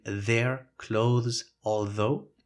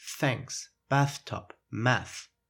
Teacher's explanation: A sound that is very particular in the English language is the TH sound, which can be voiced, like in their, clothes, although, or it can be voiceless, as in thanks, bathtub, math. This sound does not exist in the German or Spanish language.